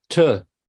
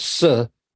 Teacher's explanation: t is a stopped sound. It contrasts with s, which is a continuant.